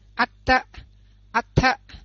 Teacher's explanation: âm tờ là âm răng á, thì không có uống lưỡi, mình chỉ đưa cái răng ra phía trước thôi